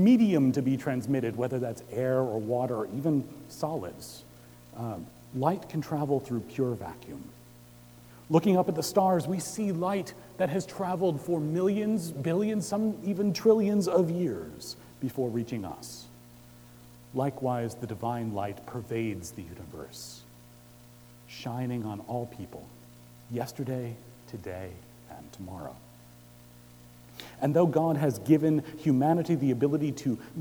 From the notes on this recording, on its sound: Recorded Christmas Eve, 2017 at Trinity Presbyterian Church in Bixby, Okla.